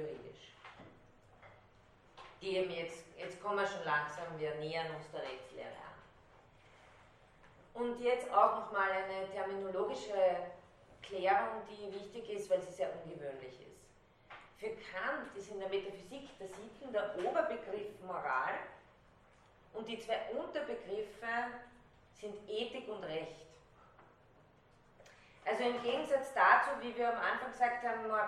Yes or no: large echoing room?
yes